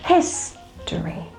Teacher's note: So the first syllable is stressed, you say it louder